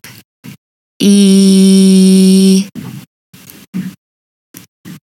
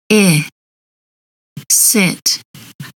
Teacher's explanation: To say the short I, the front of the tongue lowers just a tiny bit from the long E position. · Shown in: second take